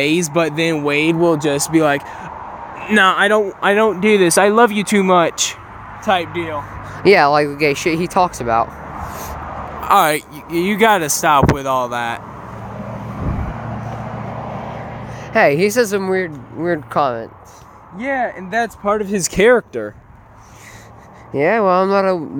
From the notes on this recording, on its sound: Sorry for all the loud noises we were outside for this